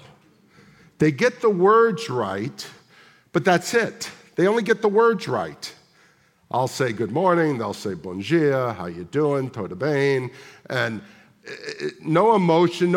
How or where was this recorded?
large echoing room